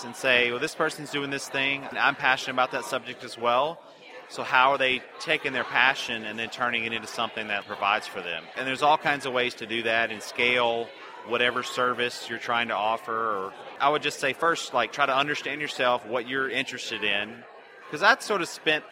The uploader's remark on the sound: In today’s episode, I get a chance to interview him LIVE at FinCon to share his financial journey. At this LIVE FinCon 2018 interview, there were OVER 2,000 people at the event!